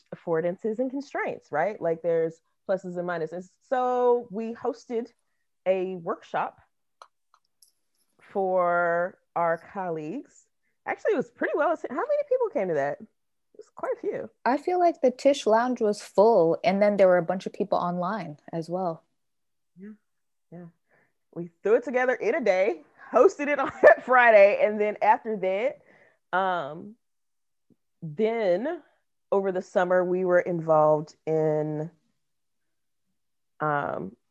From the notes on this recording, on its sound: Recorded using Zoom